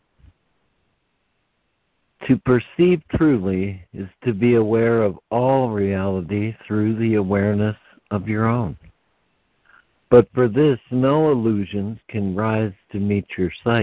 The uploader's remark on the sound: ACIM Daily Conference Call.